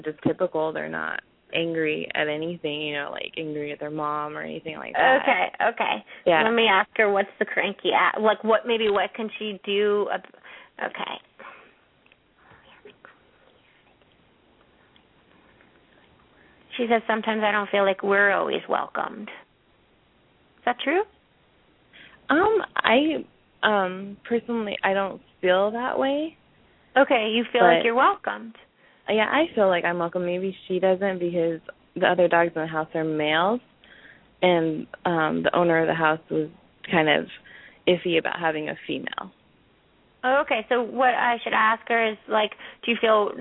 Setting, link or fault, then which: link, phone line